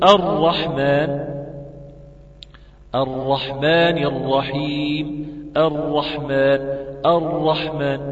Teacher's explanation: الراء خدت زمن حتى لو كانت مشددة، ما ينفعش ان اطول فيها وما فيش ومش قابلة للتكرار، اللهم الا حالة التمرين. · Term: حرف الراء